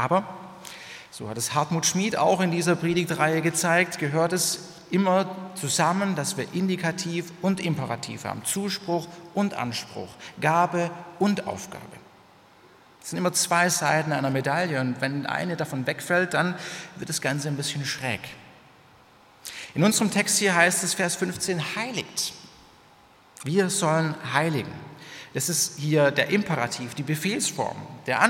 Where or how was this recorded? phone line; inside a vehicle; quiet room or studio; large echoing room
large echoing room